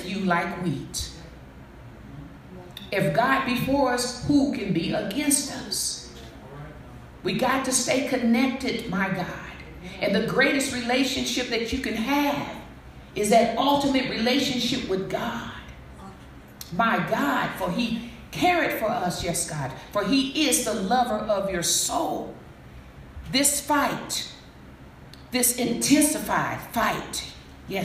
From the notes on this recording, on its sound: Message delivered to Rock of Salvation Church